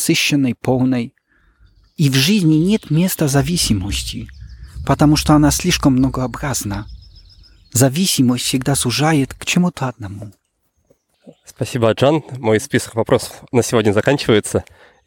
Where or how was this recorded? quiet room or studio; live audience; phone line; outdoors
outdoors